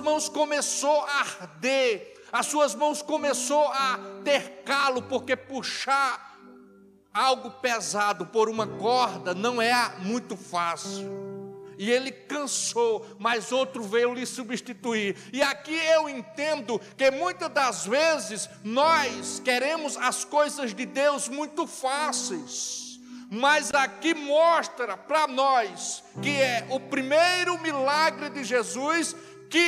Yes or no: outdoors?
no